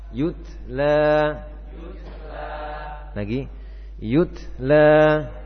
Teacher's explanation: Ketika yu yaitu dengan menyempurnakan harakat bibir dihimpun ke depan.